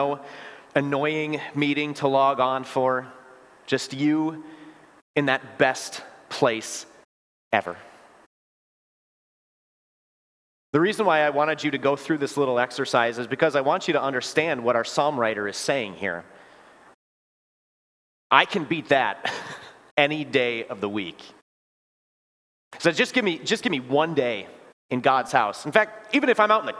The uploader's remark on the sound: Preached this sermon at Bethany's Sunday worship. Bethany, Appleton, WI.